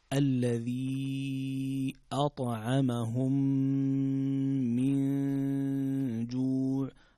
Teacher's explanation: من جوع هنا حكم إخفاء، نون ساكنة جاء بعدها حرف الجيم والجيم من حروف الإخفاء، إلى آخر الأحكام التجويدية في هذه الآية.